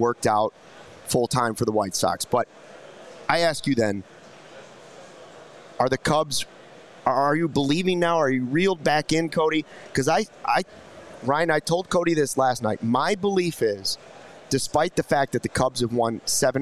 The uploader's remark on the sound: Live from the National Sports Collectors Convention in Rosemont. The CHGO Cubs Podcast crew is out and about with the Diehards!